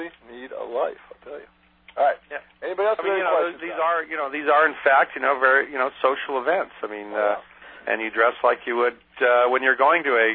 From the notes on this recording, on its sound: Prank Phone Calls